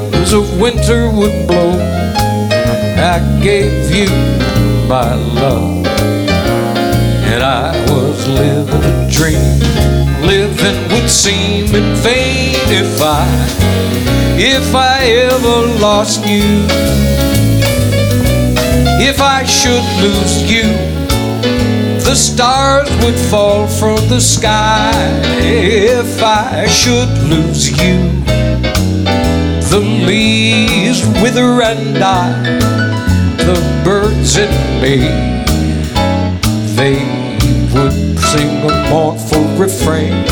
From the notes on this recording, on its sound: Live at the SouthPoint Casino